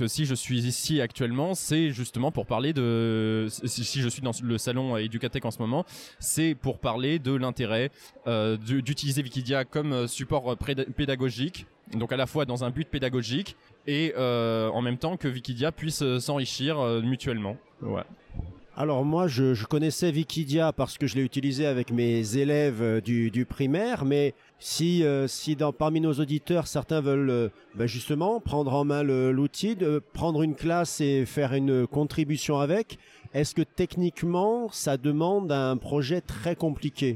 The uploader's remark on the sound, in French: Un expresso d’Educatech Expo 3. Retrouvez ce troisième épisode enregistré à Educatech Expo.